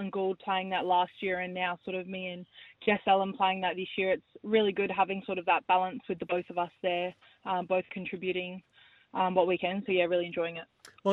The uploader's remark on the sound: jumped on the phone